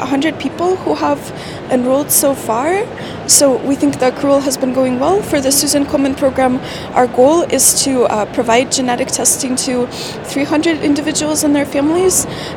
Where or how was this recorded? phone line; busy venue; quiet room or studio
busy venue